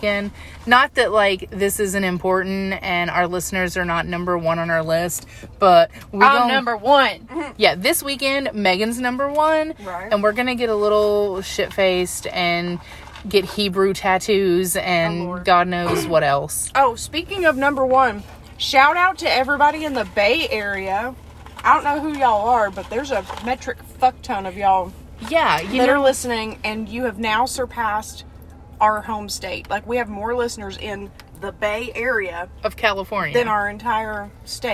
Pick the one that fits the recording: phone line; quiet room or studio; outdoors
outdoors